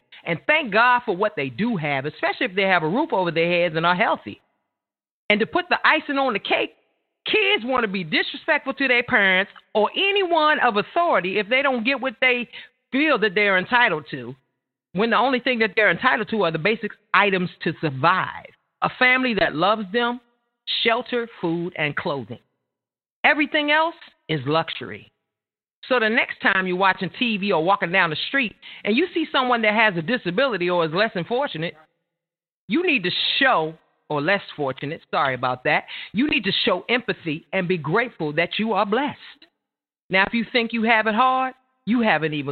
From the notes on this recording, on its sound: Two music artists who call in to vent about their challenges with becoming successful in the music business.